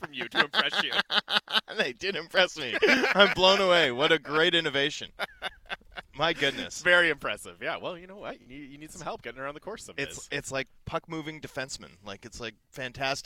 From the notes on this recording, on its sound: broadcast live from the Canucks Alumni Classic at Northview Golf & Country Club